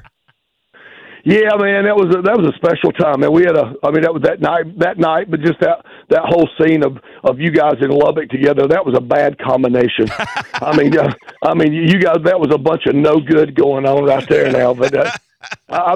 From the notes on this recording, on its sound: called in to the Cat Named Mo Rock Show